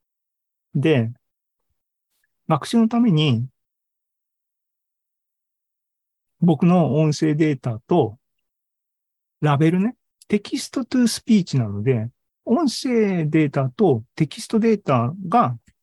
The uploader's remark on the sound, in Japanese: ZOOMライブの模様です。